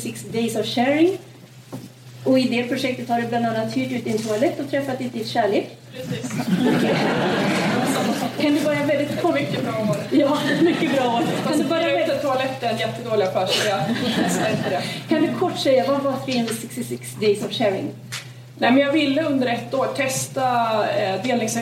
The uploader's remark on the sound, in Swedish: en inspelning från en lunch med ledarredaktionen som hölls på Playhouse teater